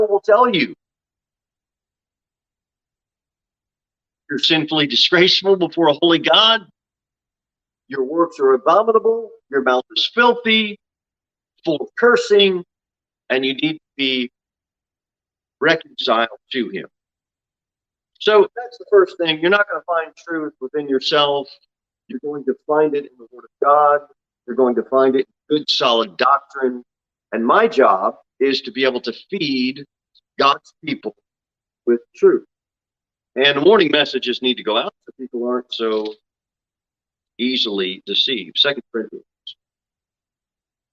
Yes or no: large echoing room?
yes